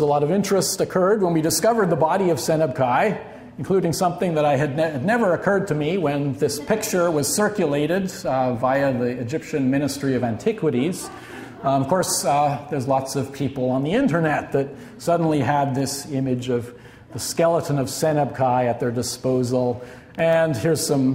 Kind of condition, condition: setting, live audience